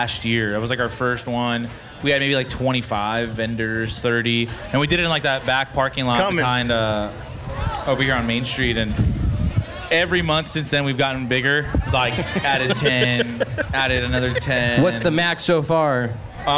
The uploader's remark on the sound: We did a live podcast at the last Supermarket event held at the Tioga Sequoia block party in Merced.